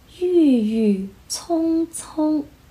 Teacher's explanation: 郁郁葱葱的葱在粤语里面是一个后鼻音